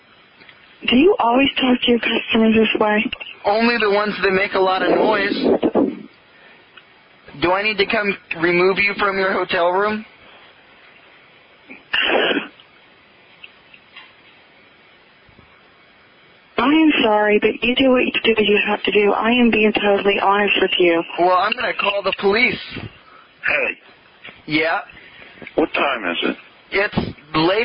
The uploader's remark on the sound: …'s Personal Prank Phone Calls Collection.